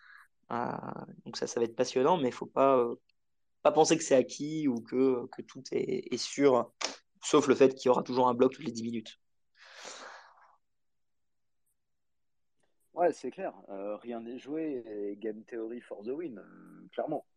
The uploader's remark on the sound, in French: Nous vous expliquons tout en grand débat ici. Vous êtes plus de 200-300 en live et plus de 25 personnes ont parlé.